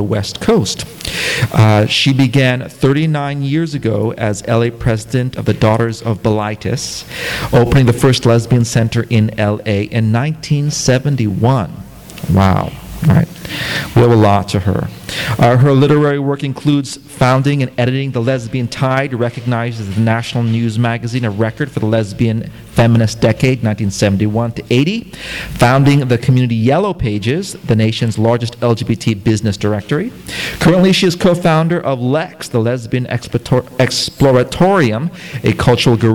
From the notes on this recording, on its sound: THIS EVENT WAS RECORDED LIVE AT SKYLIGHT BOOKS.